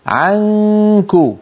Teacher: عنك ولا تقول عنك، هذا الصوت لا يصح، انتبهت؟ اذهب إلى الكاف مباشرة وبالتالي ينقفل الفم ويصير الصوت كله من الأنف · Term: إخفاء النون